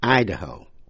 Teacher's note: Idaho, I-D-A-H-O, nhấn mạnh vào vần đầu, Ohio, Ohio, Idaho.